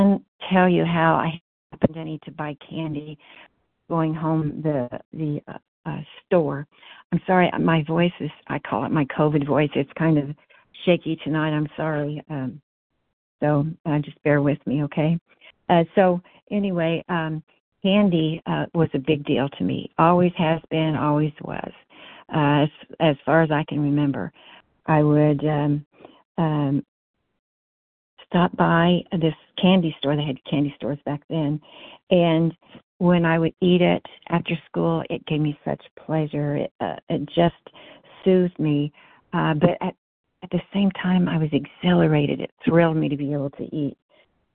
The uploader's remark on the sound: 100 Pounders Phone Meeting, 9/13/23